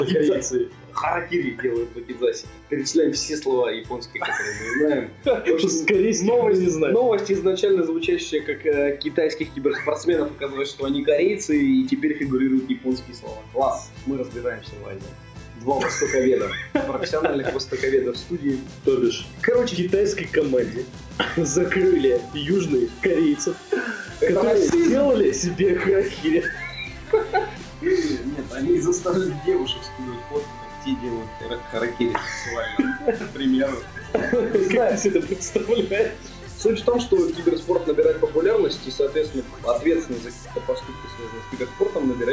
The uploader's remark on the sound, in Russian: Заранее просим прошения за качество записи в данном подкасте. Мы случайно записывали в стереорежиме, при том, что микрофон его не поддерживал.